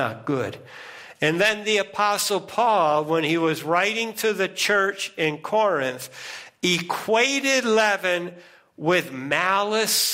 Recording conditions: large echoing room